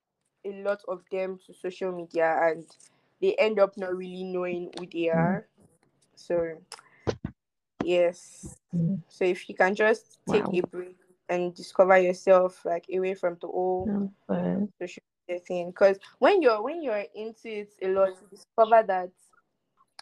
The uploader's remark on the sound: we apologize in advance for any glitches